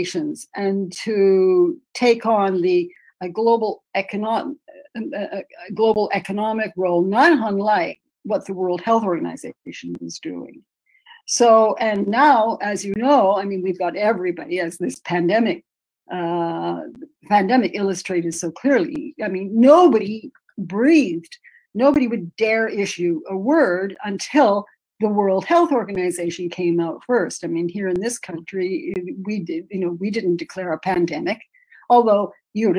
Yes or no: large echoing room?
no